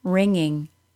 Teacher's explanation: Words like ringing do not have a G sound. Please do not add one.